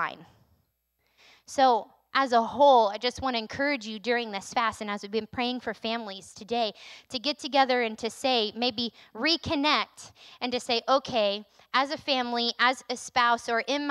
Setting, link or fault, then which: setting, large echoing room